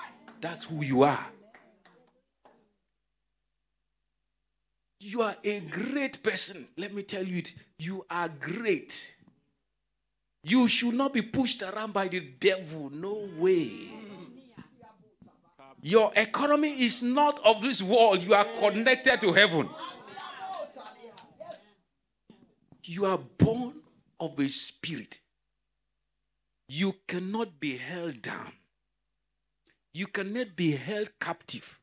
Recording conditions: large echoing room